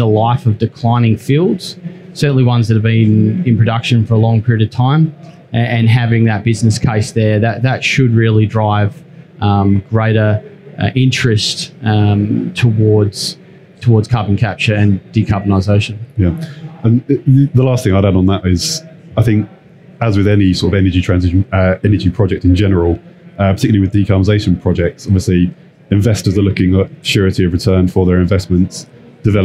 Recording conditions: busy venue